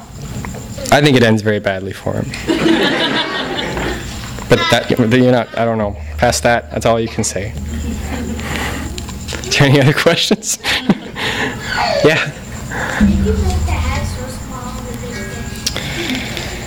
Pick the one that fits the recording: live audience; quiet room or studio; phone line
live audience